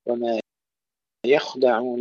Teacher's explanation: وما يخدعون، يخدعون تفخيم الخاء يجب أن يكون أيضا واضحا، لا نقول ما يخدعون، يخدعون كثير من الإخوة أيضا يرققون الخاء الساكنة، وما يخدعون، فنرقق الياء ونفخم الخاء